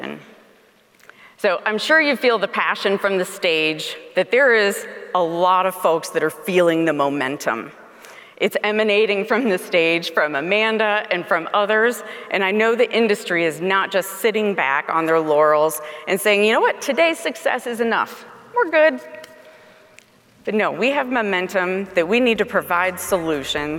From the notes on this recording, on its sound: speaking at the Keynote Session of the WQA Convention & Exposition in Las Vegas